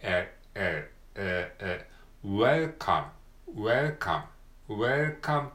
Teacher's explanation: parser, s, s, s, parser. This is the head parser.はい。になります。次は welcome。welcome ね。welcome のるの部分が L ですね。welcome。welcome。 L は舌先を前歯の後ろにくっつけるような感じで · Term: L の音